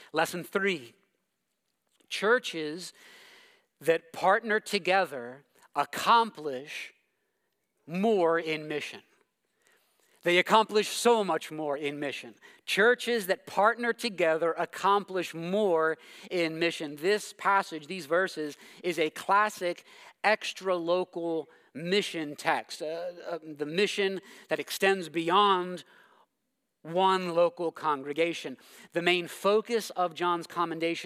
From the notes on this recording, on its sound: preached this sermon at Covenant Fellowship Church